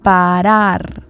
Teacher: The first R is soft. It sounds a little bit like a D. The second one is the rolling R.